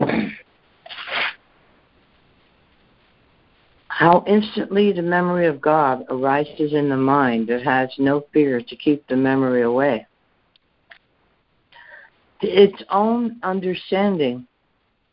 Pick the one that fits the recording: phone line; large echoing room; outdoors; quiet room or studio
phone line